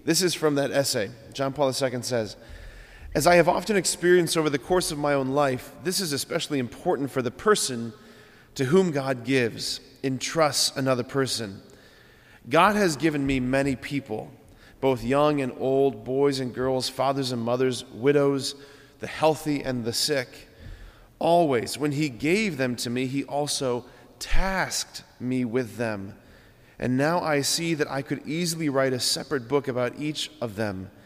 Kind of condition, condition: setting, large echoing room